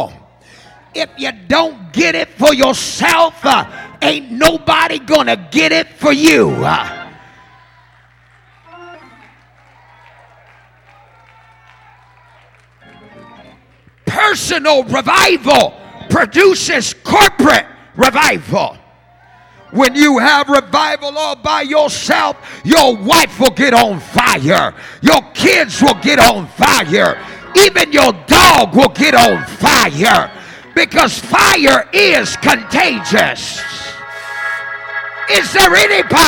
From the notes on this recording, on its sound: from our Summer Revival recorded live this week